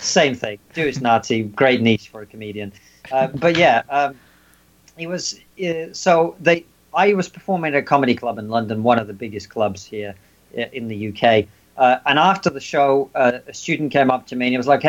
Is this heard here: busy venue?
no